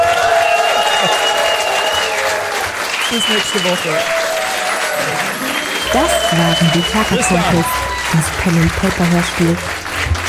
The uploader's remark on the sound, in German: Die Geschichte, die du hörst, ist live improvisiert. Live vor Publikum im afterwork in Nürnberg aufgezeichnet!